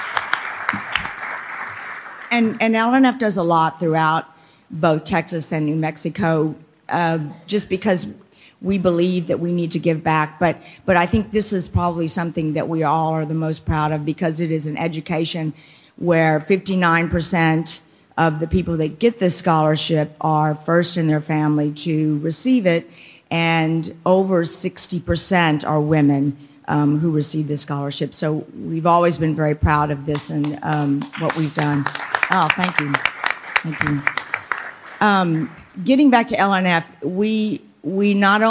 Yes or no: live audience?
yes